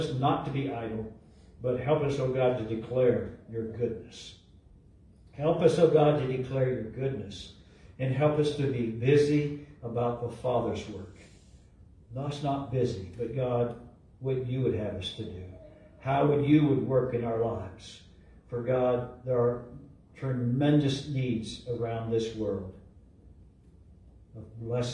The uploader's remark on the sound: LIVE from Calvary